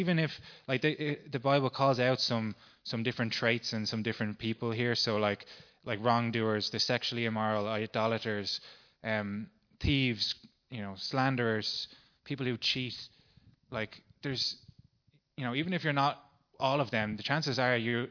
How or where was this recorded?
large echoing room